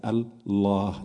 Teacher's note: vous allez expirer et prononcer le final, mais ce ha va vers l'infini parce que votre bouche reste ouverte. Si vous ne lâchez pas votre langue, si vous ne la détachez pas, vous ne faites que la moitié du chemin.